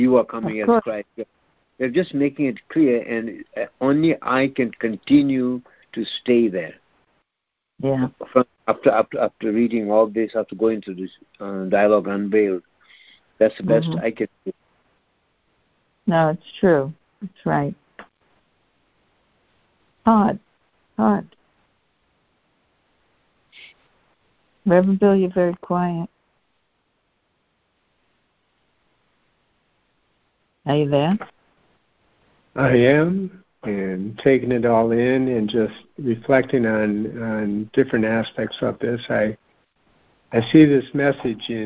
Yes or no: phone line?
yes